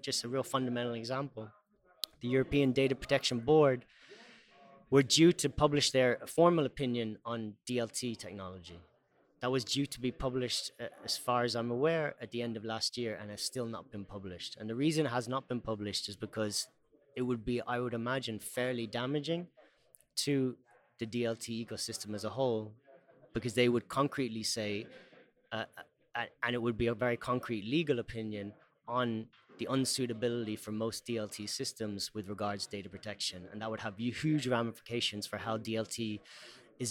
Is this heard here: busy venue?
yes